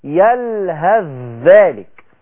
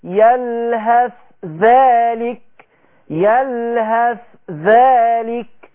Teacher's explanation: الإدغام هنا بيتمثل في إدغام حرف الثاء في الذال · Shown in: first take